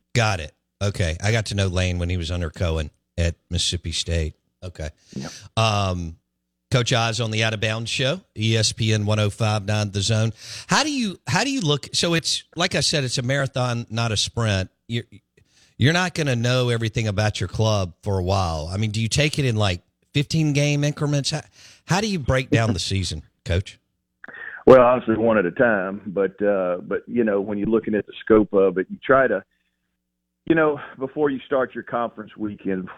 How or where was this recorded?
phone line